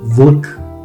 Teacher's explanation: Also das L ist auch ein silbentragendes L.